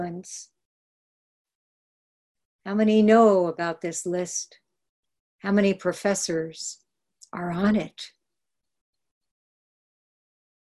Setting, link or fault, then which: link, video call